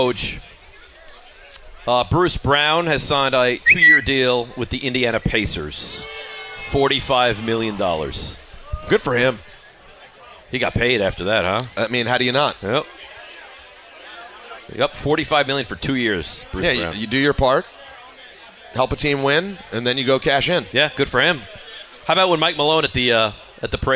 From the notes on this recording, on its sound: live from Bar